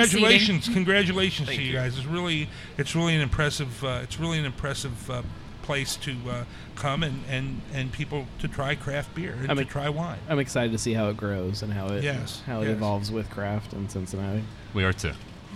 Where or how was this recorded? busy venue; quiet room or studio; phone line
busy venue